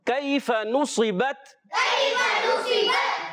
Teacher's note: کیفہ میں کاف باریک رکھیں گے، یالین نرمی سے ادا کریں گے، اور صاد کو موٹا کریں گے کیونکہ یہ موٹے حروف اور ایکسٹرا موٹے حروف، تو زیادہ موٹا